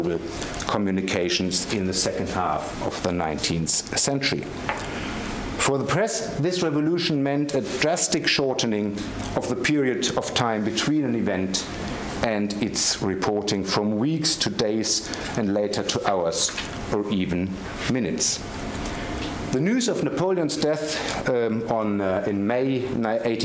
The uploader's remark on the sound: Gerda Henkel Visiting Professorship Lecture. The lecture was given on 29 November 2016 at the London School of Economics and Political Science.